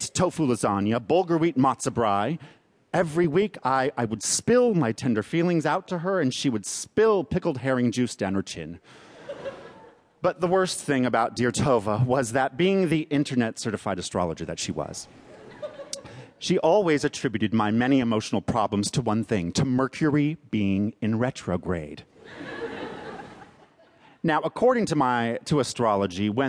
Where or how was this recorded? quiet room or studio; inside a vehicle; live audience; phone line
live audience